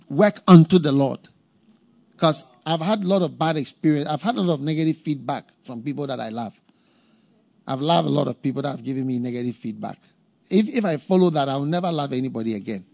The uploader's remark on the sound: Preached at the FLOW Service, First Love Church.